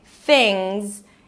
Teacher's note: And then the last word is things. Stick the tongue up for the TH, relaxed I · IPA: ˈθɪŋz